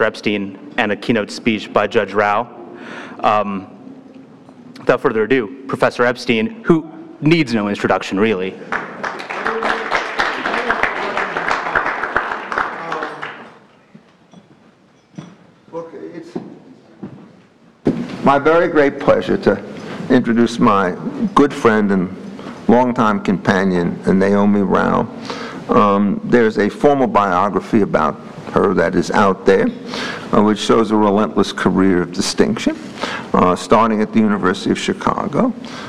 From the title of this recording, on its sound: NYU Rule of Law Symposium Keynote Address